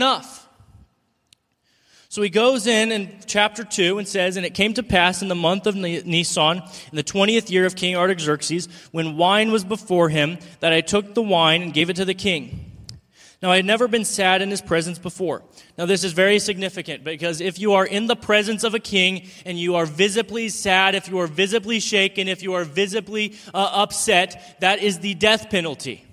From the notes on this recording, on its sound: In today's show, I share with you my speech at the Determined Patriotism Conference.